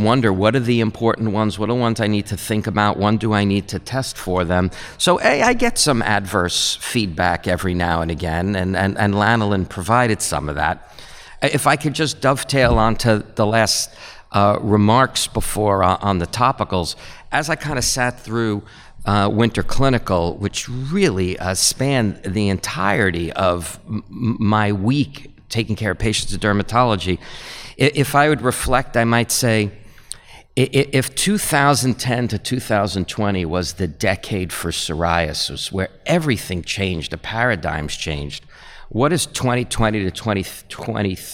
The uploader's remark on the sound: live at Winter Clinical Hawaii 2023